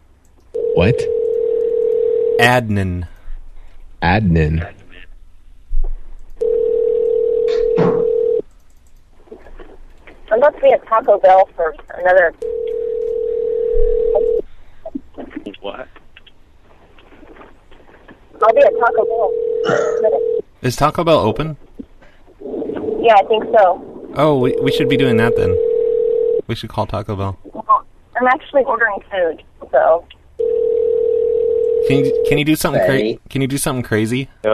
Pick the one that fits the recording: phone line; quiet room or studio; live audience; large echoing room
phone line